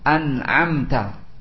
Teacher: kita membaca langsung nun atau tanwin sesuai dengan makhrajnya. tanpa disertai dengan gunnah ataupun ikhfa ataupun iklab, ya, dan juga tanpa memutus, tanpa dengan saktah. · Term: idhar